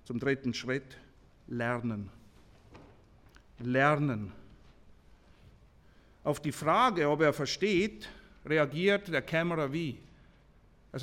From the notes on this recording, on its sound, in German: Dieser Vortrag wurde auf der Hirtenkonferenz 2023 in Soest aufgezeichnet.